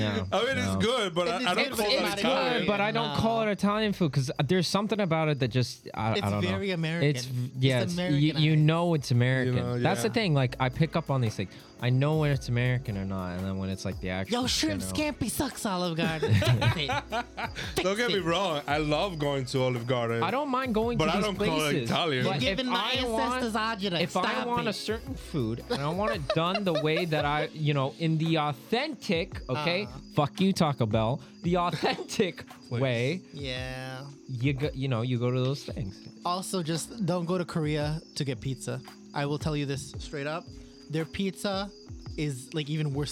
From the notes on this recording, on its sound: sorry for the noise, we had to record outside for this episode